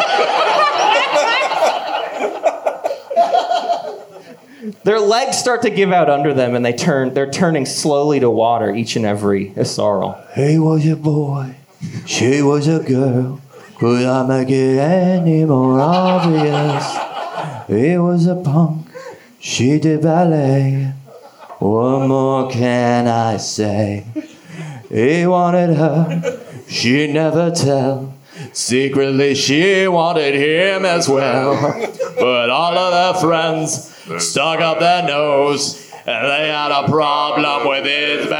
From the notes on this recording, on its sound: This was a live recording of the Space Cats Peace Turtles Portland Hootenanny Liveshow at Helium Comedy Club